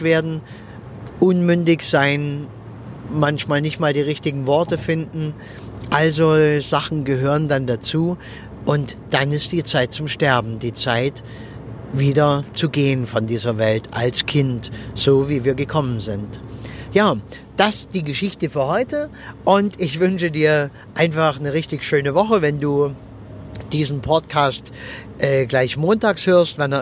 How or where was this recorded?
inside a vehicle